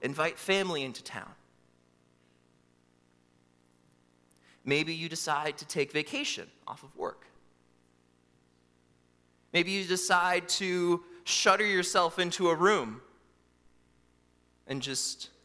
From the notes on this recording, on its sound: during the Christmas Eve Morning Worship Service on Sunday, December 24, 2023, at Calvary Baptist Church in Battle Creek, Michigan